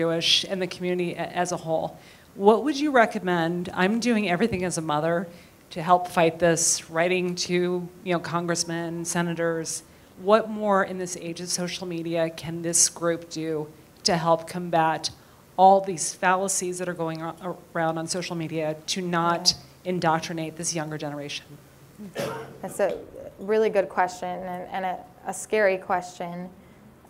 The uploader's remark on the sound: we back to our in-person event